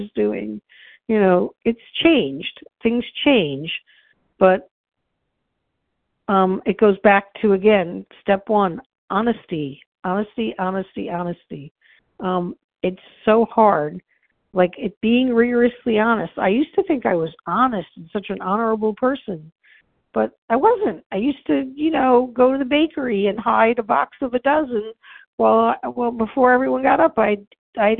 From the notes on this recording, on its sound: from the 100 Pounders Phone Meeting, 8/16/23.